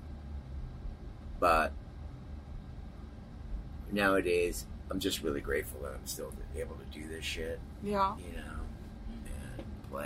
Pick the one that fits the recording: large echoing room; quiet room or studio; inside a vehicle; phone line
inside a vehicle